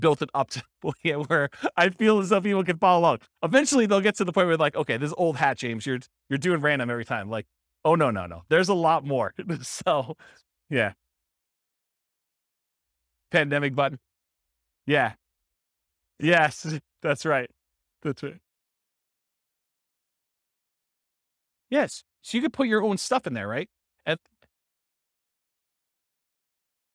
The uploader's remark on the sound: This was a live class recorded